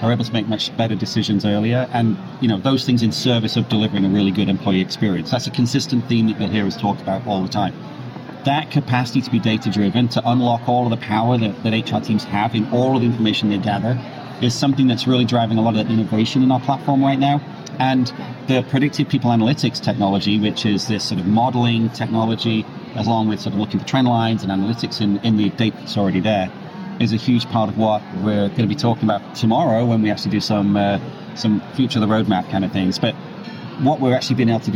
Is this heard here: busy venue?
yes